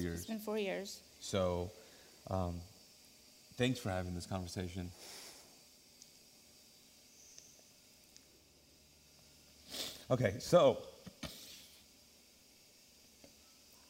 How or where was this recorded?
large echoing room